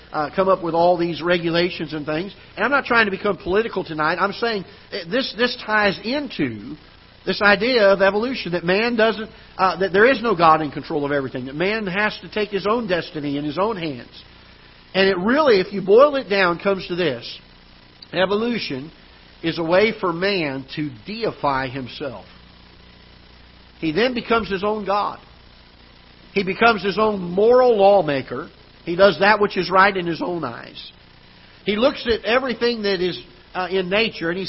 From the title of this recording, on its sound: Ketha Heights Baptist Church ~ Live Broadcast